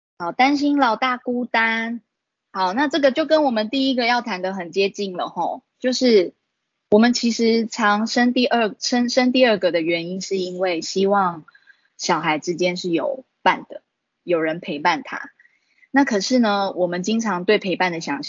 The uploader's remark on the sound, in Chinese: 此為線上課程錄音檔！講座錄音。